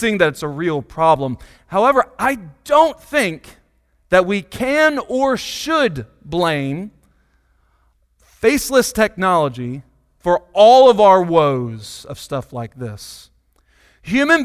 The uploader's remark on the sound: Sunday Morning Sermon Audio